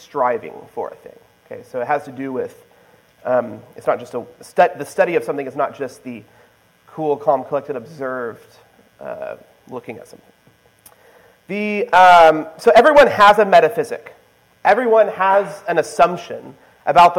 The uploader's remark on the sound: This is the presentation I gave at the Society for Classical Learning Conference in June 2023.